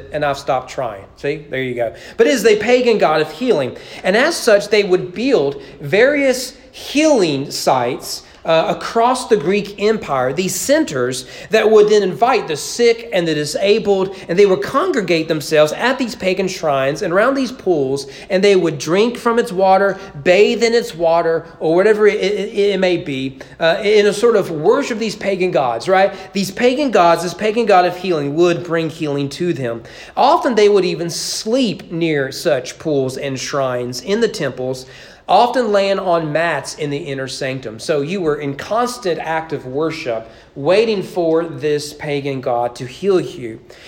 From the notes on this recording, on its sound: Sermon preached on January 31, 2022 during evening worship at East Frankfort Baptist Church.